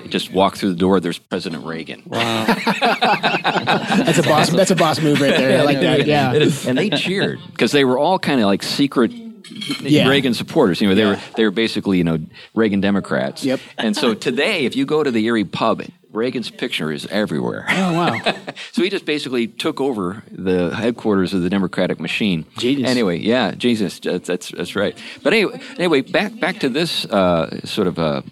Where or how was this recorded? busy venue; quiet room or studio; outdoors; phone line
busy venue